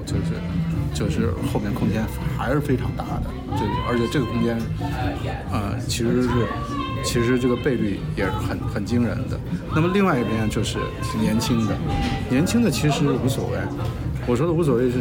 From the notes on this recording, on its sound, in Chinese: 两周前在纽约某酒店大堂吧的一次聊天。因为录制环境原因， 噪音较多，还请听众多多包涵。